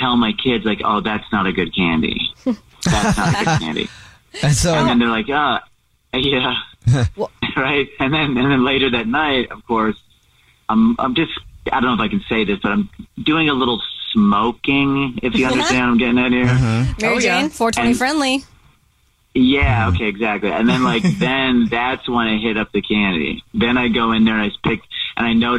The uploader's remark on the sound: Phone Prank.